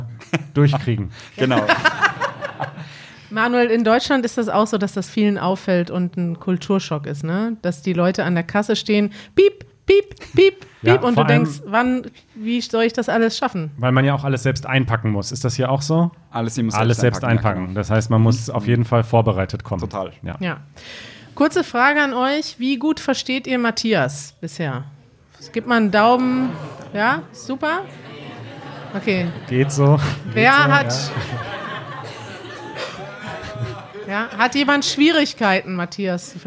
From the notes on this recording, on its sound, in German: Wir sind in Wien und podcasten live vor Publikum.